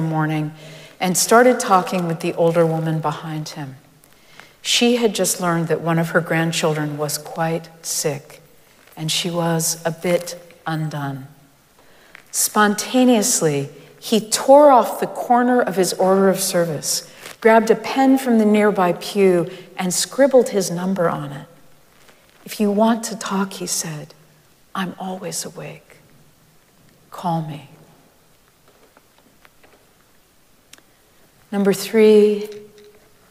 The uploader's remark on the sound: Recorded live at Arlington Street Church